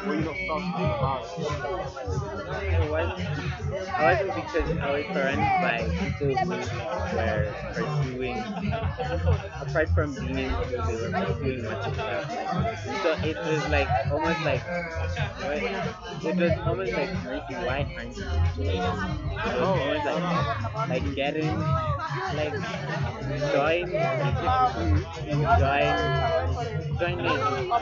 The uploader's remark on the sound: Every last Sunday of every month at Botaki Ba Afrika they host an open Mic session that they call the Jam Session. The place is an amazing hive of activity that is timid with youthful enthusiasm and excitement. Apologies for the sound that has swallowed the conversation, however, on the bright side the music captured I hope it tickles your fancy and takes you to the Jam Session.